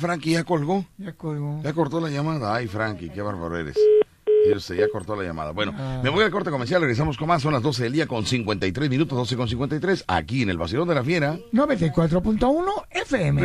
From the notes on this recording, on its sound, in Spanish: Con las llamadas de el publico. El Vacilón de La Fiera 94.1 FM.